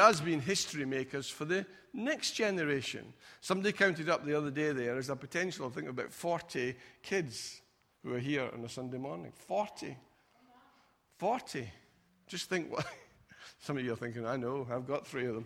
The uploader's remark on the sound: Recorded at freedomcentre church, Preston on Sunday 2nd February 2020